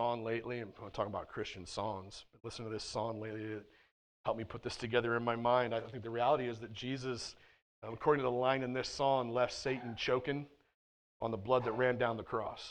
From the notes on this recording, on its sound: at The Well, an SBC, Converge Heartland church in Hastings, NE.